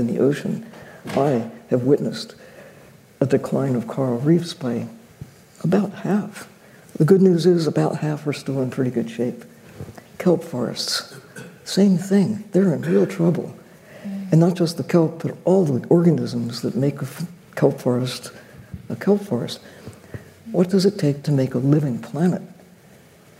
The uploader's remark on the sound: A panel discussion. It was recorded in front of a live audience at Grace Farms in New Canaan, CT.